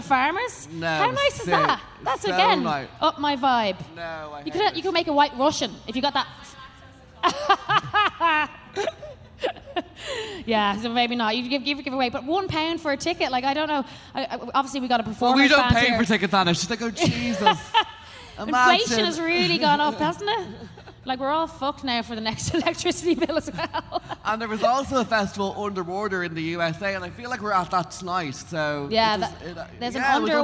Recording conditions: live audience